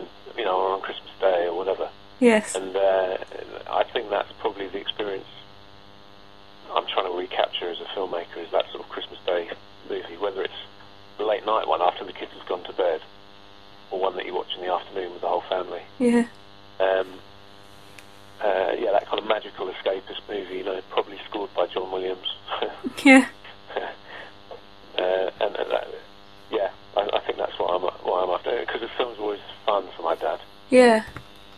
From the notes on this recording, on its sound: phone conversation